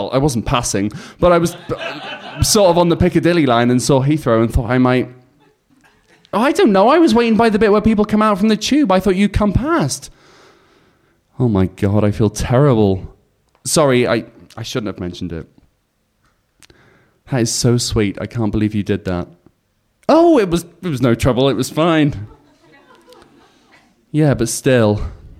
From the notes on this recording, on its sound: For the next 6 weeks we will be sharing tragedies we collected at the live show that took place on January 18th at the Hackney Attic.